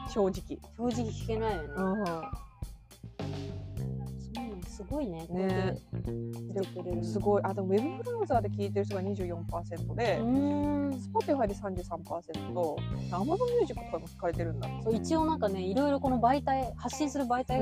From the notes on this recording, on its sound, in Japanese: 新宿御苑。今回は、初めての外収録‼。